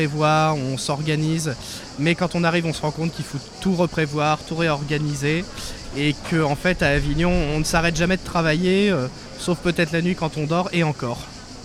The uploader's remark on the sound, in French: En direct du Festival Off d'Avignon